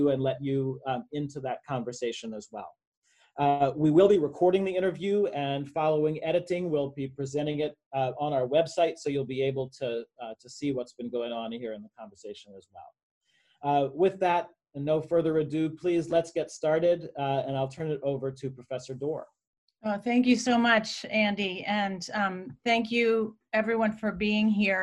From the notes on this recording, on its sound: Recorded on May 20, 2020 as part of the IAH's Zoom Talks Series.